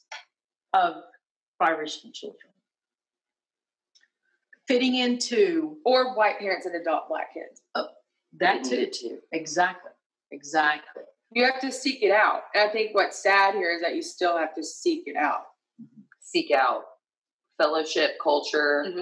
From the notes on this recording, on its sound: This is our second recording from back in 2020 so we apologize for the bad quality and an unexpected cut-off.